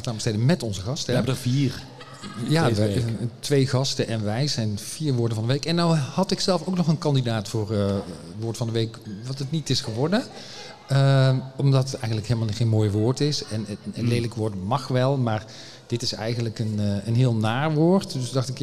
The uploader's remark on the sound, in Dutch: Live in de LocHal